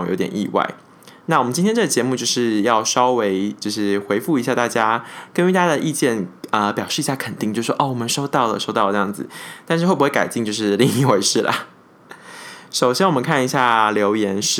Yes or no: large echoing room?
no